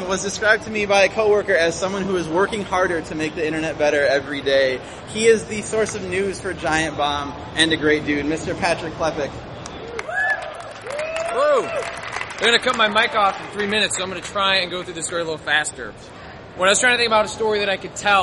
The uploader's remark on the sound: We Nerds were really stoked to bring our storytelling show to Chicago's premiere comic convention this year. Recorded on the C2E2 Live! Please pardon the louder-than-usual crowd noise; recording was a little trickier than we anticipated.